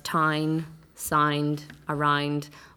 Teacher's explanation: the sounds that they love best are our ow sounds, which to me would be pronounced I sounds